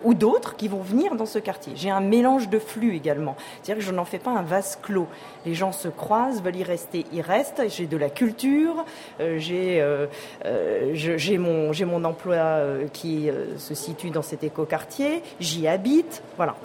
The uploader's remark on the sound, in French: Ont accueilli en direct du salon Planète durable. Entretien enregistré lors du salon planète durable en Avril 2001.